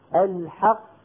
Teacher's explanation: القاف الأولى ساكنة وصلا وقفا وخرجت بالتصادم وهي مدغمة